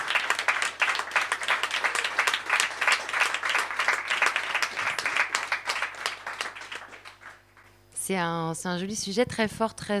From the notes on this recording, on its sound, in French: Jet fm 91.2. Une émission en public à l'occasion du Des-Orientations féministes festival.